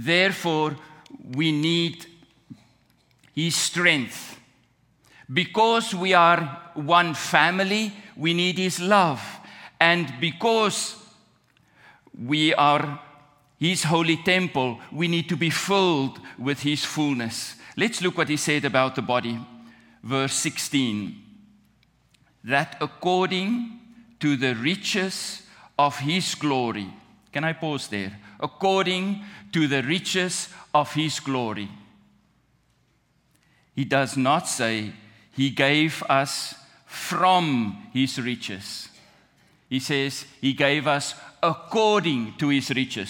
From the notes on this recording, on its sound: at the July 2, 2023 Sunday morning services of Boca Raton Community Church in Boca Raton, Florida.